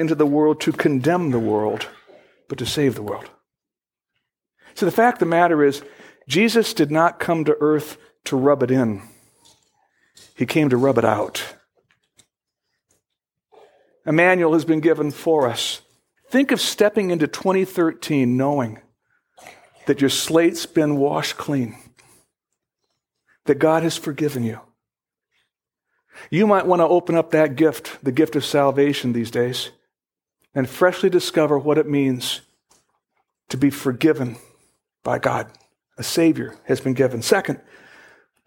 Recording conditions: large echoing room